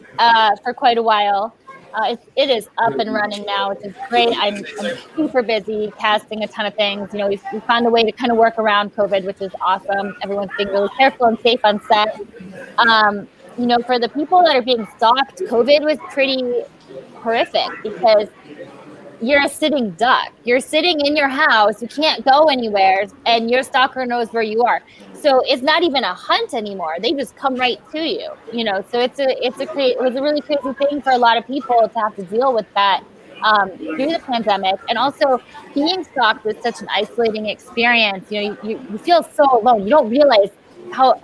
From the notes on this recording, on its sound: Live from DayGaCom.